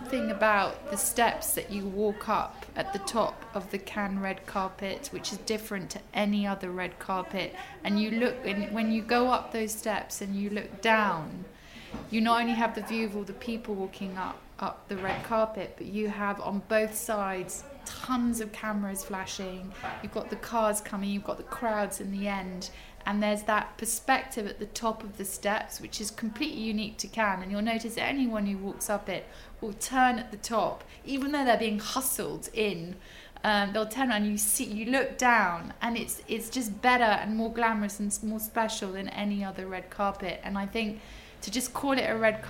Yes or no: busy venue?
yes